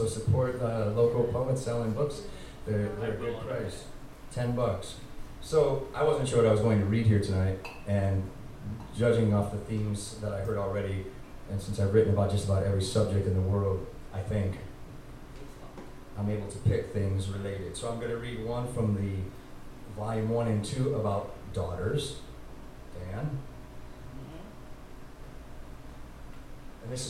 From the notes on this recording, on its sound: at the first Brass Tacks open mic on July 17, 2018 at The Low Beat in Albany, NY